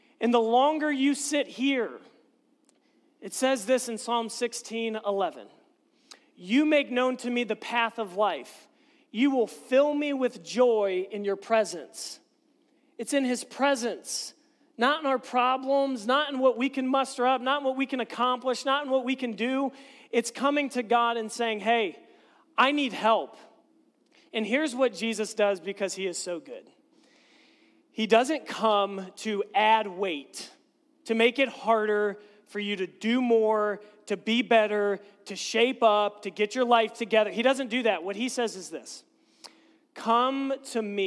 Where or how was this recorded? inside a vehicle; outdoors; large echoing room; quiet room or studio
large echoing room